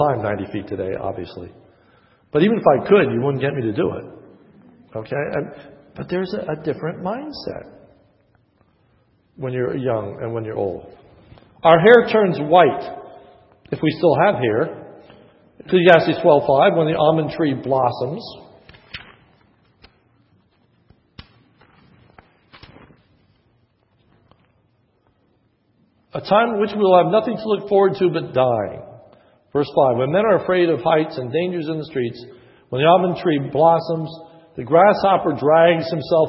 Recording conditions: large echoing room